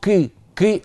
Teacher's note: حرف يعني بين القاف والكاف، بين القاف والكاف، فهذا لا يصح.